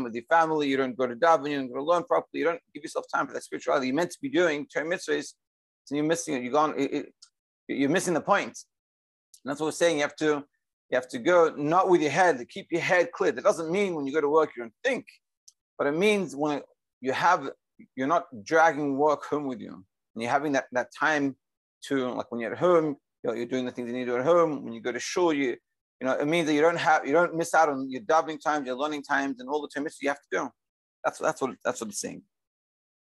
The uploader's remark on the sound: Daily Zoom Shiur